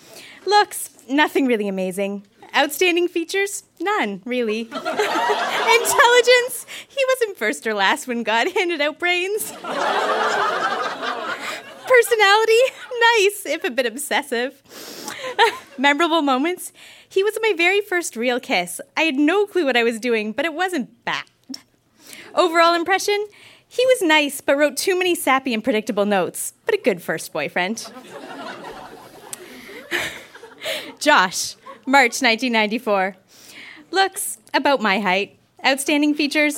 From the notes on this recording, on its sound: Recorded live at Yuk Yuk’s in Ottawa.